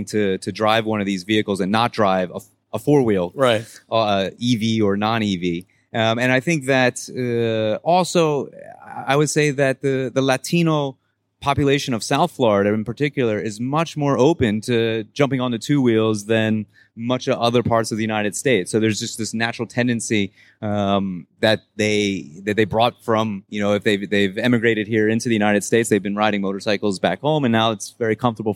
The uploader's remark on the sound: (LIVE) Electrify Expo - Miami